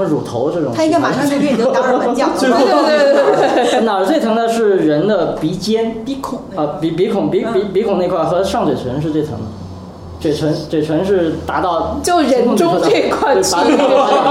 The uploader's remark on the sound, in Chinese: 本期节目为在张大妈办公区用录音笔录制，可能有街道上的杂音，请见谅。